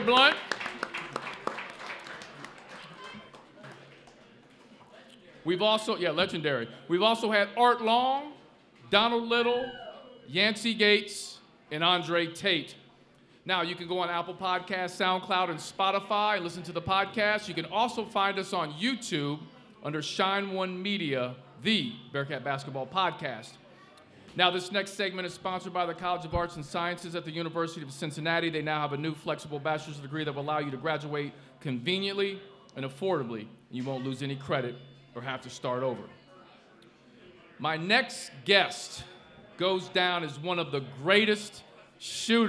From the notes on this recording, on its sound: LIVE at Mio's!